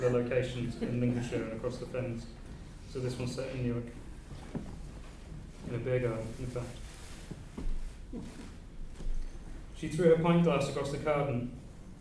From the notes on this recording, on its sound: Reading at Worlds Literature Festival 2011. Worlds Literature Festival 2011: an Afternoon Reading.